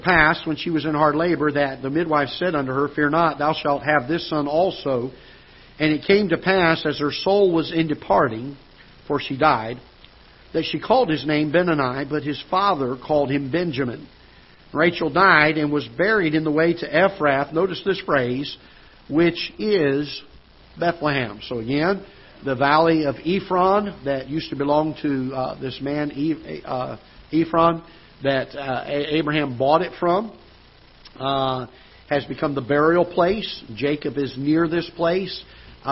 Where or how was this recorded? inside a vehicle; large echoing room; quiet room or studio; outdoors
large echoing room